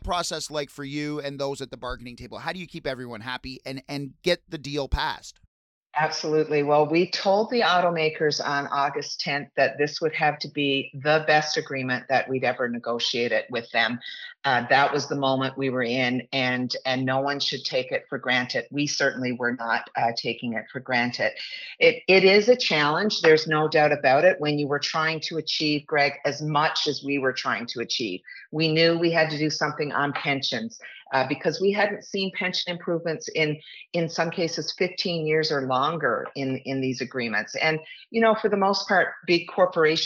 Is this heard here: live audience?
no